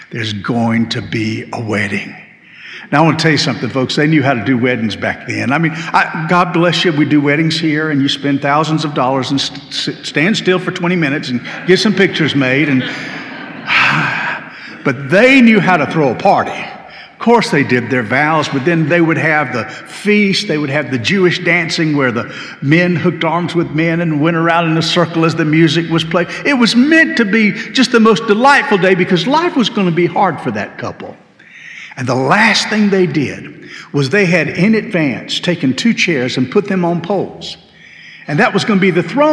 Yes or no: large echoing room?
yes